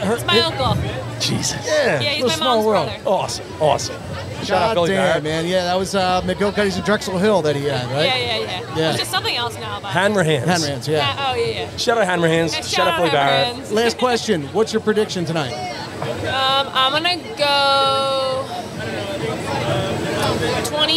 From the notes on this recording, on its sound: We went live from the Wells Fargo D1 lot. With Guests and the wild atmosphere.